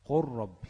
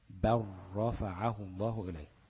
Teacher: اللام ادغمت في الراء بقت راء، راء واحدة مشددة